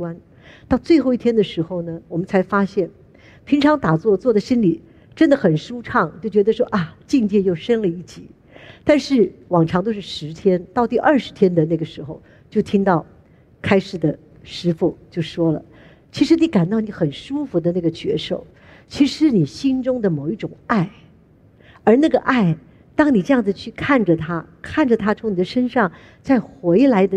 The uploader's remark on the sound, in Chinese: 本集節目取自【2023突破者知識跨年饗宴】現場錄音